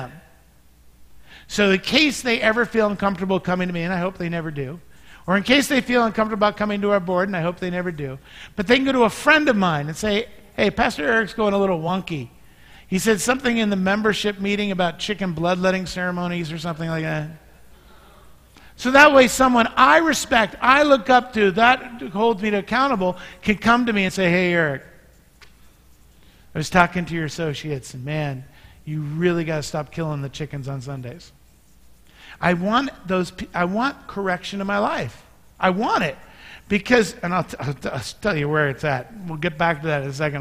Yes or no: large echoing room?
yes